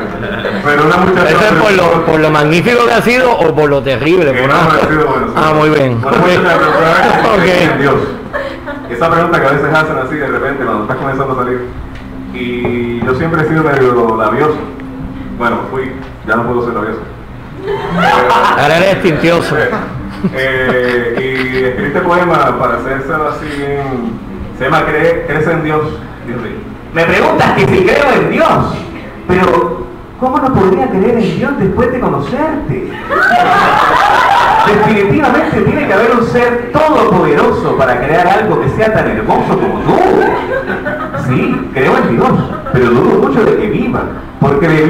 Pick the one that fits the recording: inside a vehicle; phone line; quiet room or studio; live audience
live audience